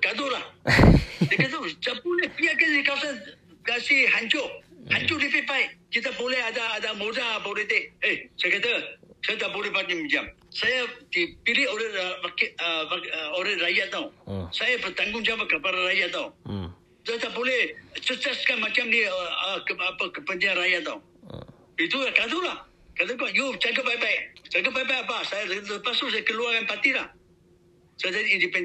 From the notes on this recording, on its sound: Telephone conversation on the 7th of April 2023.